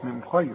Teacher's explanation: من نون ساكنة وبعدها الخاء، والخاء دي لا تغن